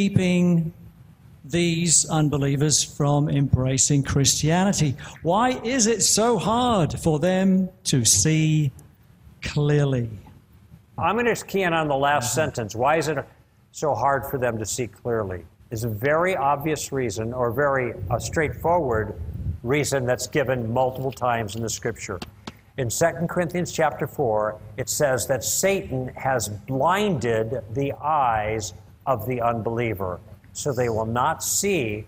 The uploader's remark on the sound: One of the most enjoyable moments of the Evidence and Answers conference is the question and answer period. Answer some very challenging questions from the audience.